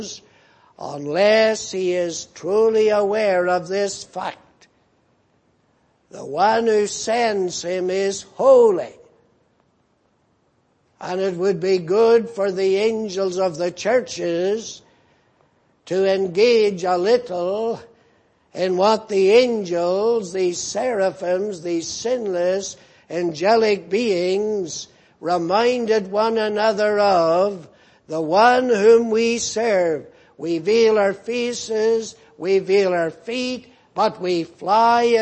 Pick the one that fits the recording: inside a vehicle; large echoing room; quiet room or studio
large echoing room